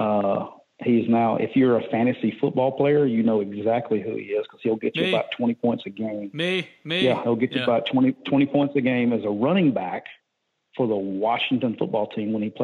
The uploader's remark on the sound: joins on the Modern Woodmen phone line